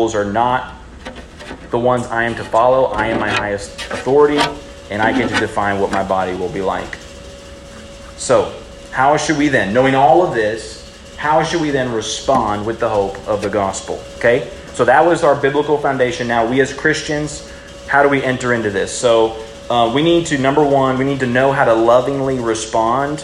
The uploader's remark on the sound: The following audio is from a high school breakout session at the Student Collective Conference on May 6, 2023, given at The Heights Baptist Church.